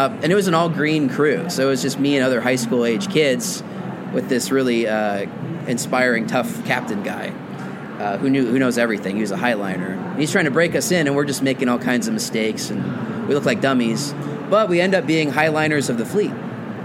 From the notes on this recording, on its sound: This week the show comes live from the American Library Association's annual conference in Chicago.